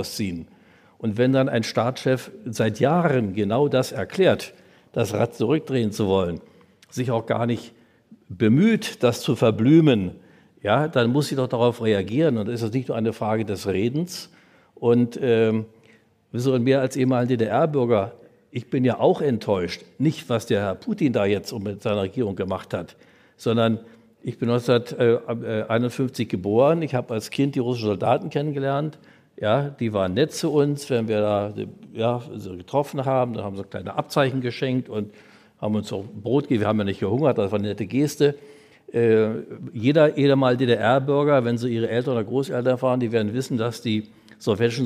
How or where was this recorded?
live audience